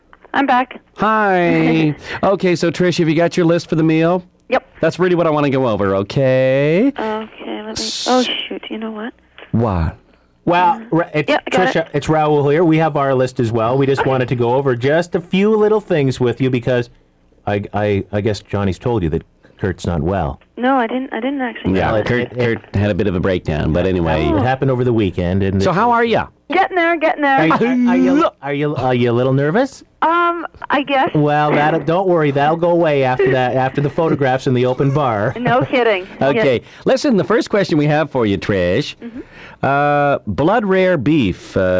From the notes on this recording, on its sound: Prank phone call.